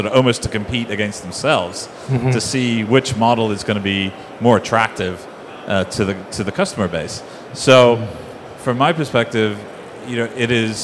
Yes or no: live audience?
yes